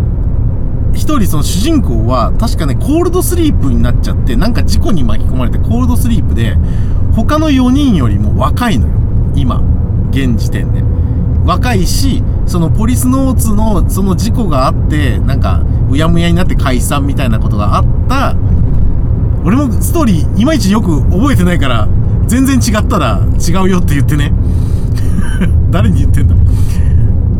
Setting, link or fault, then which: setting, inside a vehicle